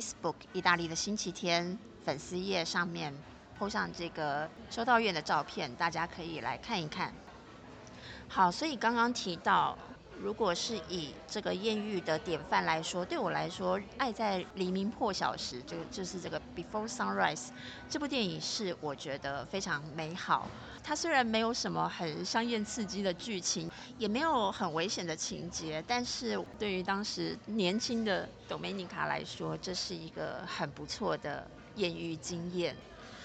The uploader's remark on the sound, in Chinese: 這集嘗試的室外錄音實驗效果。